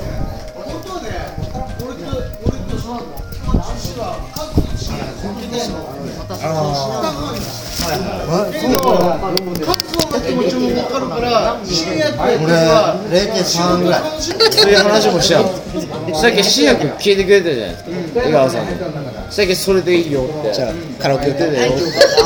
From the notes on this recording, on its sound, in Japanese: スナック収録。遠別の愉快なセンパイたちとの爆笑トークを隠し録り。